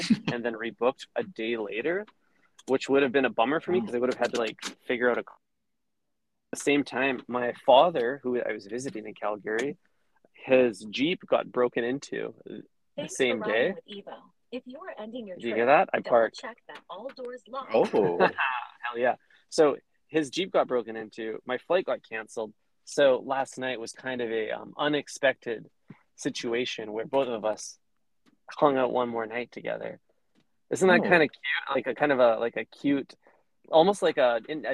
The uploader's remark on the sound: Calls in from the car. Calls in from the couch.